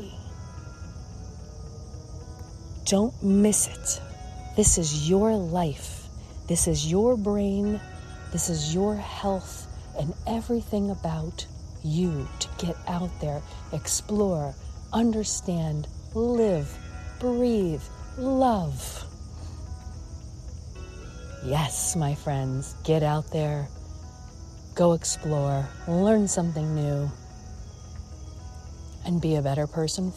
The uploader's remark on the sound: Walk and Talk.